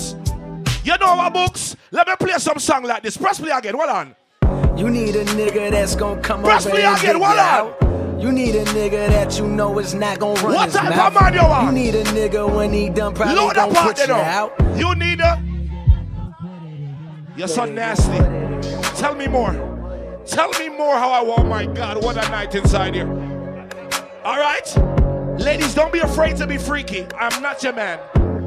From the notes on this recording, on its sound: Live at Last Stop BX for House Party vs Bashment 2-10-24